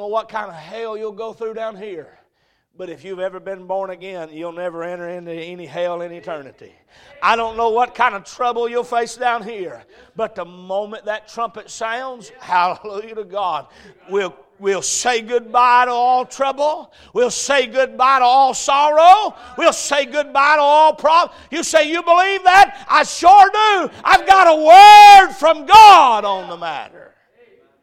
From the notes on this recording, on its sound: A message preached at Crossroads Baptist Church.